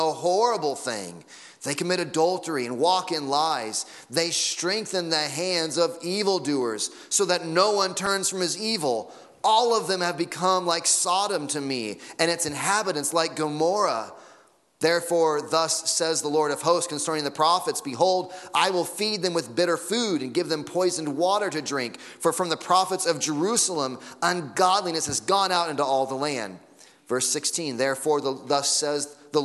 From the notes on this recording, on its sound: Sunday Morning Sermon Audio